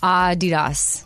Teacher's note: The emphasis is on ah.